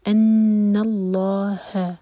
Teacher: लंबा मद मुनफसल अन्नल्लाह नून पर गुन्ना और लाम जलाला हैवी और जब हम लाम जलाला को हैवी करें तो ह को हैवी ना होने दें ह लाइट रहेगा अन्नल्लाह नॉट ह आगे शदीदुल इक़ाब और ये जो वर्ड है